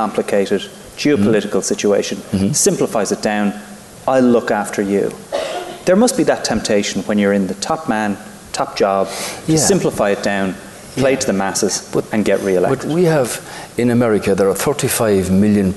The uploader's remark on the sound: Live from The Savoy Hotel in London